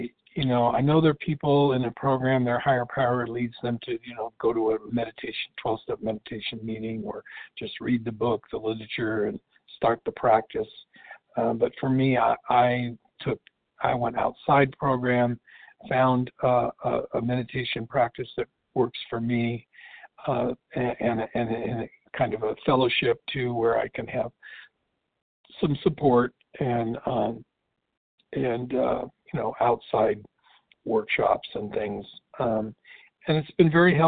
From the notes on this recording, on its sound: qualification from the 100 Pounders Phone Meeting